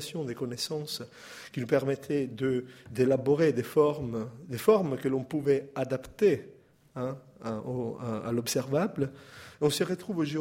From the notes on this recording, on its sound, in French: Intervention enregistrée le 6 mai 2015 dans le cadre du colloque « Les politiques de recherche sur les patrimoines en France aujourd'hui ».